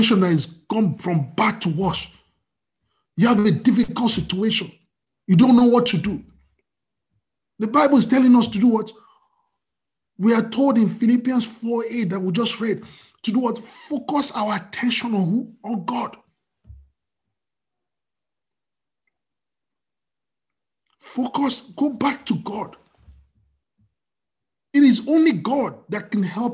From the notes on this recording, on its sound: We are on Zoom now.